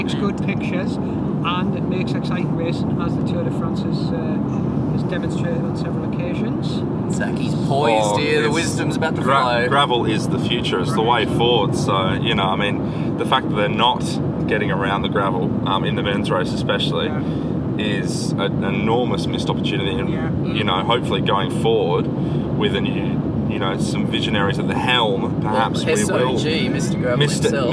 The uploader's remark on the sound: Recorded in a van enroute to Stage 3 of the 2020 Santos Women's Down Under.